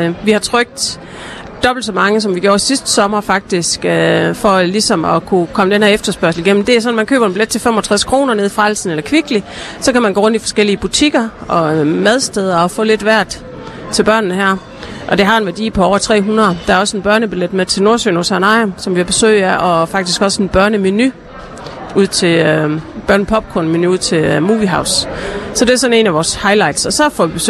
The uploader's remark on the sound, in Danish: LIVE Sommerby Hjørring - Metropol Shoppingcenter. På grund af vind og vejr var Skaga FMs Live fra Sommerby Hjørring for en enkelt dag rykke indendørs i Metropol Shoppingcenter.